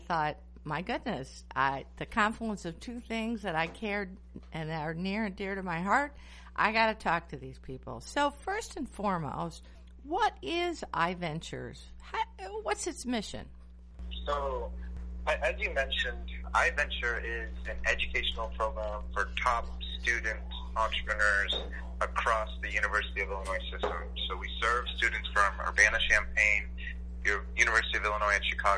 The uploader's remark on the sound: Was joined by phone live on WLCB Lakes Radio 101.5 FM. The show was originally broadcast live.